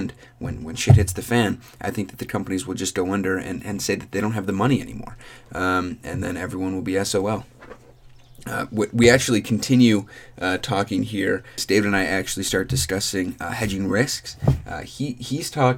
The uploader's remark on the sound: We recorded this episode while on a road trip- sorry for the audio quality!